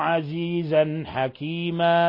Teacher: تنوين فتح جاء بعده الحاء، الحكم التجويدي إظهار حلقي. ثم حكيما، الوقف على تنوين الفتح بالألف ويسمى مد عوض ومقدار حركتين.